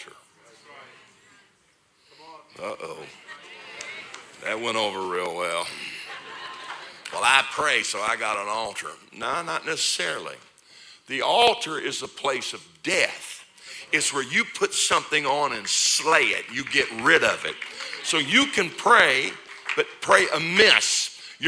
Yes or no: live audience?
yes